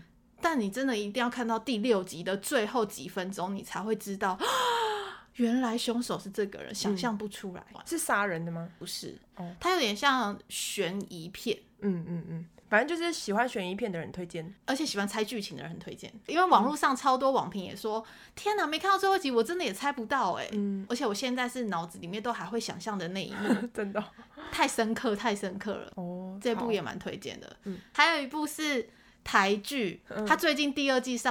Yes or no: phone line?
no